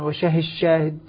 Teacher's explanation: الدال في الشين أصبحت شين المشددة